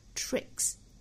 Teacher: can 也是做弱读，所以前面这三个词我们读的时候把重点放到中间这个词上。 our fears can play tricks onus， tricks 后面这个 s 跟前面 fears 后面的那个 s，它的发音是不一样的。我们说到清清浊浊的规律嘛，所以说 fear 它尾音其实是一个元音，元音是属于浊音类的，清清浊浊后面加的这个音也要是读浊音，所以是 fears。那 trick 尾部的这个 k 的发音是一个清辅音，所以后面加的这个 s 呢应该是读清辅音 tricks。虽然它都是单词后面加 s 变复数，但是加的这个音呢有可能是浊音有可能是清音，是要看原本的这个词尾音是什么。 Our